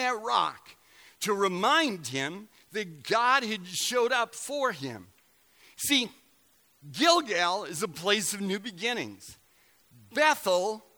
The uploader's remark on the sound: Recorded November 11, 2017 at Central: A Christ-Centered Church, Ewing, NJ.